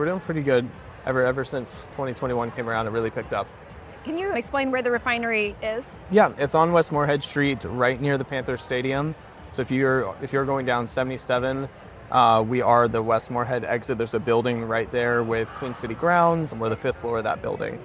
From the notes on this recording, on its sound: In this episode, recorded LIVE at the Charlotte Area Chamber of Commerce Business Expo 2023, The Charlotte Ledger's team chatted up 8 local businesses for a couple minutes each.